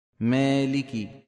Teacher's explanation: أن المتكلم رفع وسط لسانه قليلا فصارت الألف مقللة، يعني إمالة صغرى بين بين